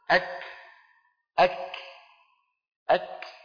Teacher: الشدة أولا ثم الهمس، أو قل الشدة فالهمس، لأن الفاء في لغة العرب تفيد الترتيب من غير تراخ. فعندما ينطق القارئ الكاف لابد من أن يقفل المخرج تماما فينقطع الصوت، وبهذا تظهر صفة الشدة. ثم بعد ذلك يفتح المخرج فيتدفق النفس، لأن الهمسة جريان النفس.